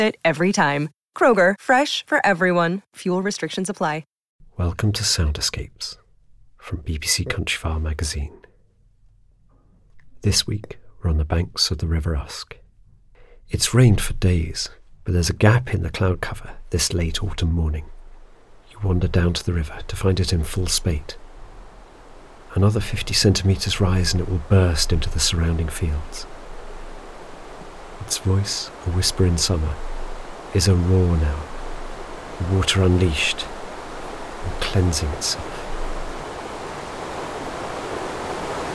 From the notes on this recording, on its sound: The invigorating roar of the River Usk in spate. If you listen very closely, you might even hear the peeping calls of kingfishers.